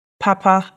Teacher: That has two high tones, and that means good.